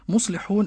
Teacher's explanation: مصلحون المد عارض للسكون، جائز المد